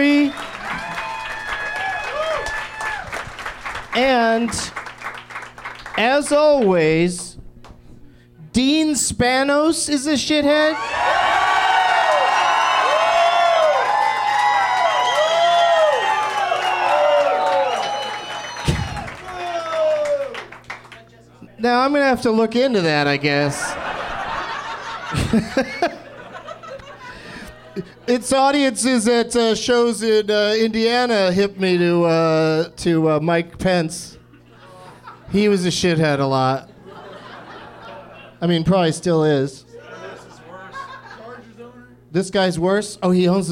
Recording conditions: live audience